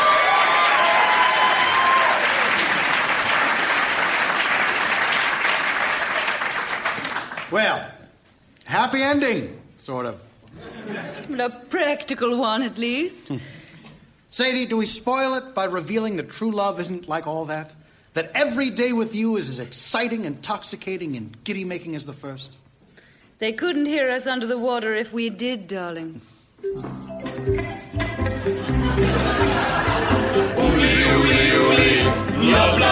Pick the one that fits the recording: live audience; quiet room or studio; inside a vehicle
live audience